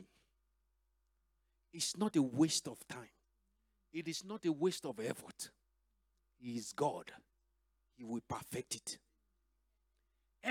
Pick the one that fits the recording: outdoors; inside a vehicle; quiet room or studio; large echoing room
large echoing room